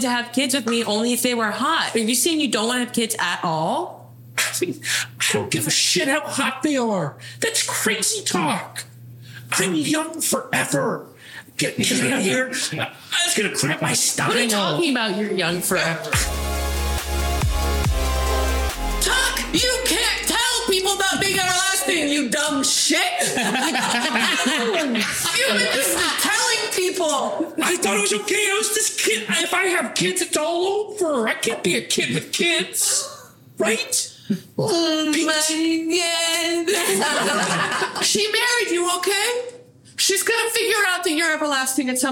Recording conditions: live audience